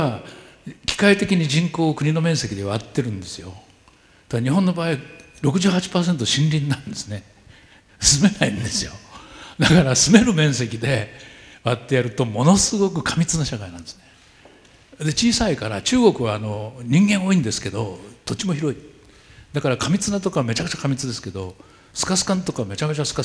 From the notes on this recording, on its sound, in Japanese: 大学生と真剣に向き合い、直接議論を交わしながら行う１回限りの公開授業。TOKYO FM ホールで行なわれた。